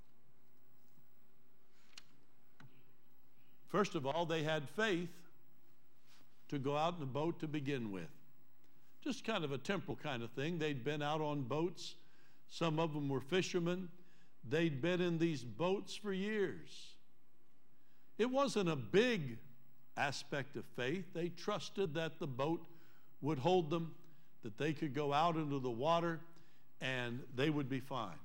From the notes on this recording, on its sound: Trinity Church Live